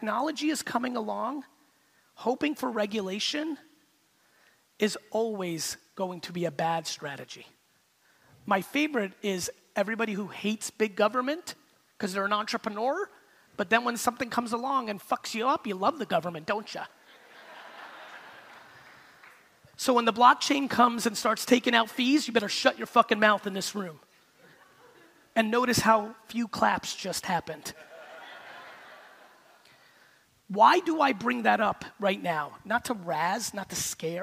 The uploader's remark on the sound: I went to San Diego to give a keynote to an audience full of real estate agents